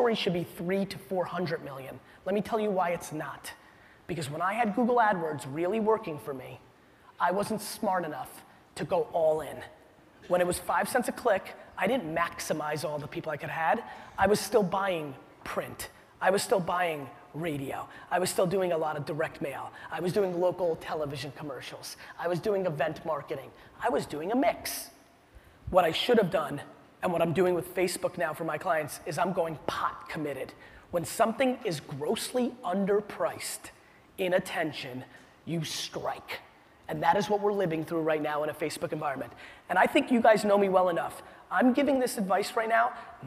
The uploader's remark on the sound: A keynote: Inman Connect Conference 2016